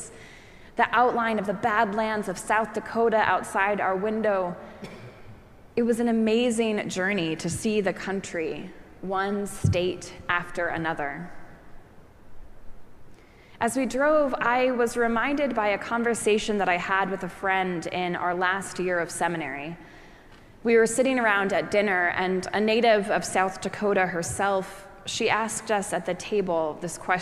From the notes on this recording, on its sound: Preached at our celebration of the Holy Eucharist on the Eighth Sunday after Pentecost.